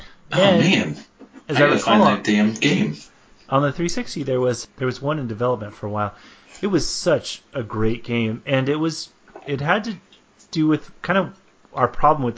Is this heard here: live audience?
no